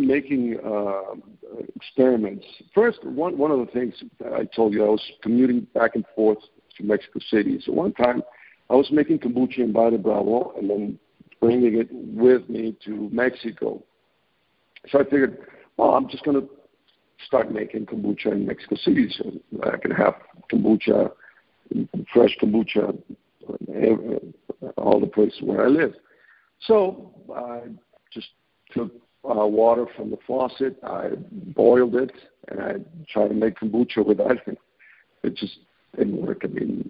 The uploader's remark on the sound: I scheduled a phone interview.